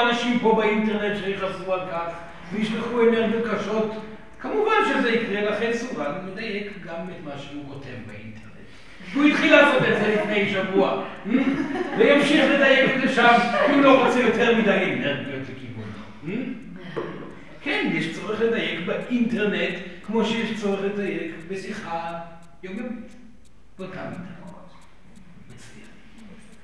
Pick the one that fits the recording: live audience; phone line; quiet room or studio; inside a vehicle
live audience